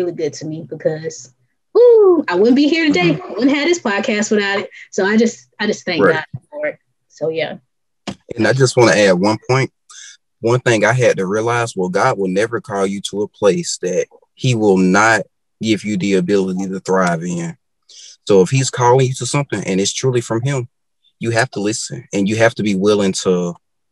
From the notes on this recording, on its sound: This episode was recorded with Zoom, so if the audio sounds funky, weird, or lags- that's what it is. Your host edited the episode to the best of her ability, but some things with Zoom just don't change.